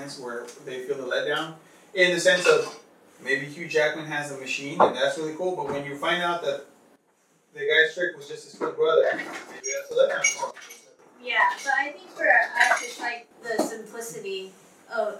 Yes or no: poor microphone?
yes